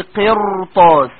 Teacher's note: إذا نظرت إلى كلمة قرطاس فترى أن الراء ساكنة وقبلها كسر أصلي وبعدها حرف استعلاء في نفس الكلمة، فلا يجوز لك أن ترققها